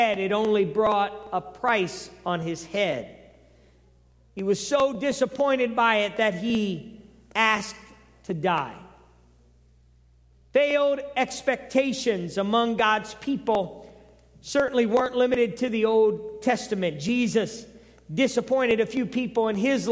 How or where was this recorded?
large echoing room